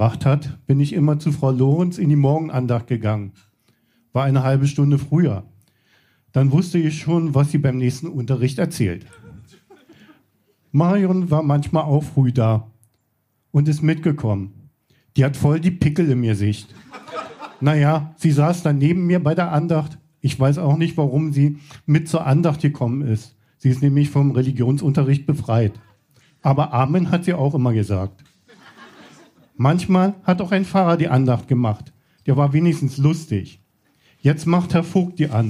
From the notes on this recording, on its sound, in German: Hört Ihr einige Beiträge von unserer Show vom 06.07.2023 im Baergarten des Revier Südost. Heißen Dank an den Baergarten des Revier Südost, unser tolles Publikum.